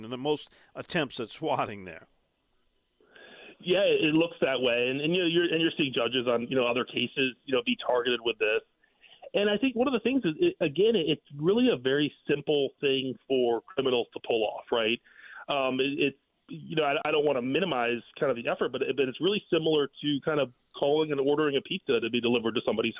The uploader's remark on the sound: the WWL phonelines are opened to the listeners